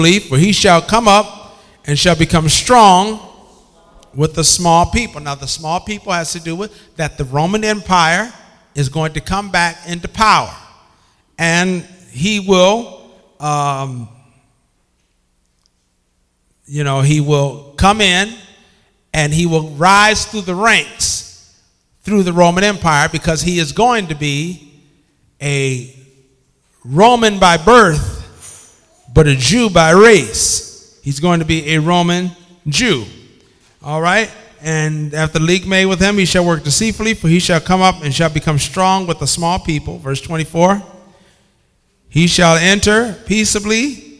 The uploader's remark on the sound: This bible study was recorded in 2007 at Greater Bible Way Temple in Bay City, MI.